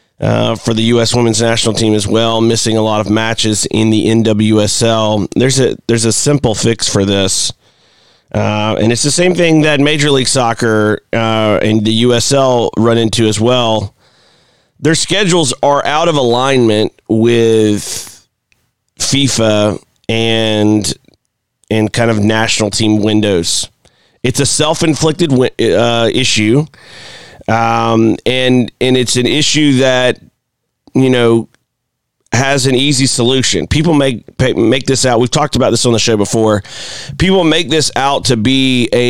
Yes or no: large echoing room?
no